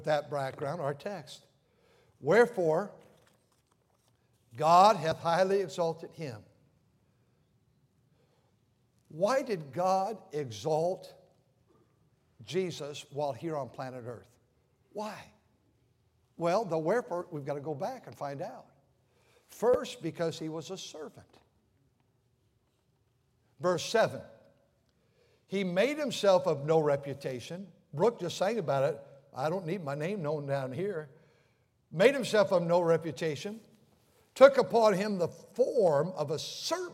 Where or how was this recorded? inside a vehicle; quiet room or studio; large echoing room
large echoing room